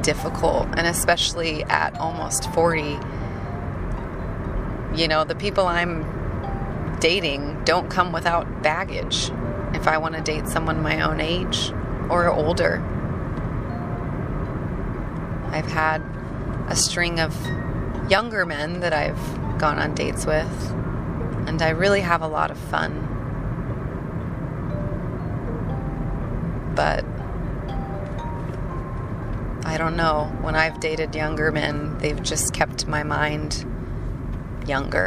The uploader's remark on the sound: Hopefully the road noise isn't too distracting.